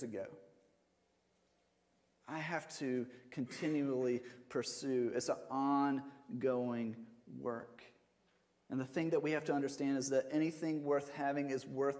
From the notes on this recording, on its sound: Sermon audio from Mission Church in Locust, NC.